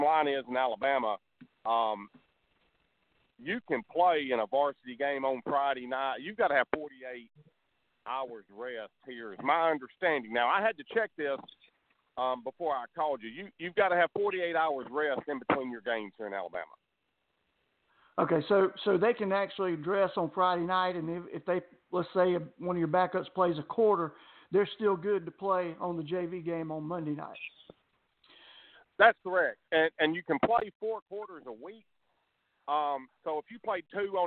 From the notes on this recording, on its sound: A SOLID HOUR OF LIVE CALLS